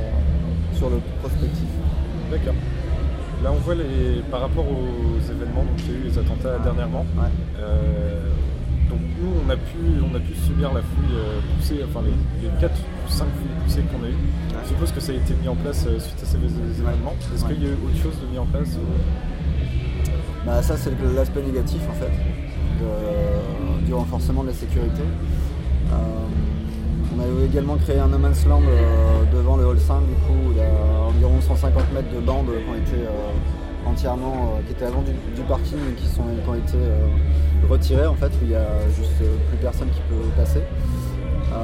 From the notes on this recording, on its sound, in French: Entretien enregistré en décembre 2015 lors des rencontres TransMusicales de Rennes